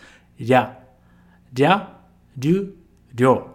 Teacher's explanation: Toma cuidado para não vibrar muito, tá? Em japonês a gente não costuma fazer rya, ok? A gente só vibra uma vez